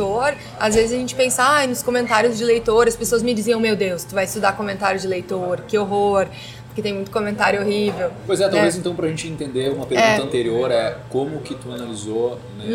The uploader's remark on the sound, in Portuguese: O bate-papo foi gravado no Café do Duque, no Centro Histórico de Porto Alegre, em agosto de 2016.